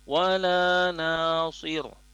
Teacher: sodnya walaupun dia kasroh dia tetap dilafazkan tebal